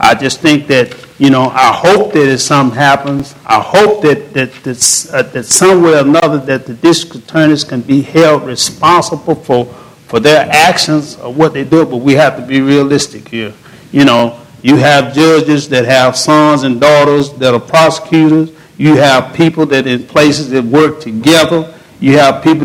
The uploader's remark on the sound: panel at The Texas Tribune Festival